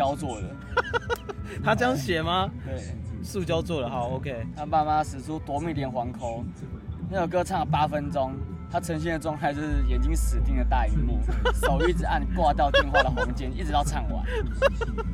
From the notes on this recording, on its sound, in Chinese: 野外錄出。在意音質者請注意！！！！錄音來自2020年漂遊者音樂祭現場收音。